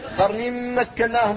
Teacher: الإدغام الناقص قبل الميم